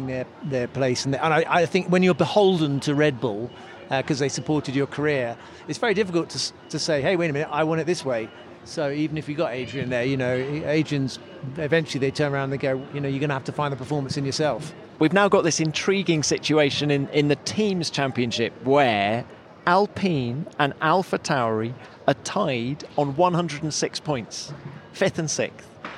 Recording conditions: busy venue